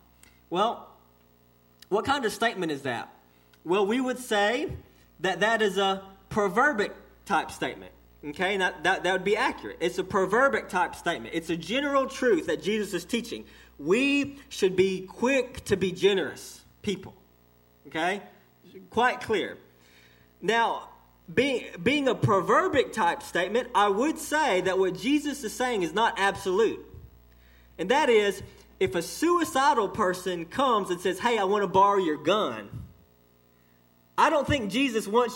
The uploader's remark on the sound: This message was delivered to Cottondale Baptist Church in Eastman, GA on 11/4/18 (6pm)